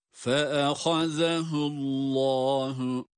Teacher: Fe'ehaze ha kalın harf, zel peltek ve ince değil mi? Allahu derken lafzayı celal, yani Allah lafzındaki lamda kalın okunan harftir.